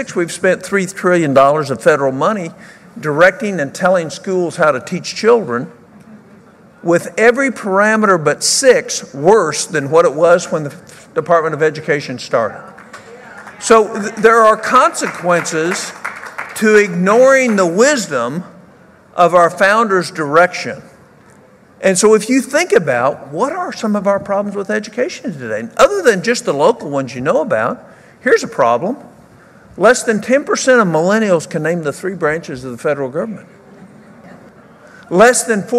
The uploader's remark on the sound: speaks at the 2018 Pennsylvania Leadership Conference.